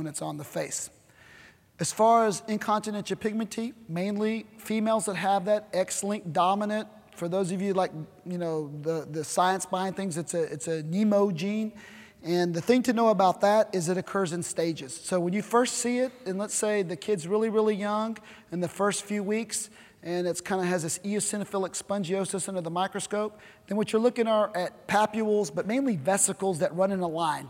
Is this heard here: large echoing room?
yes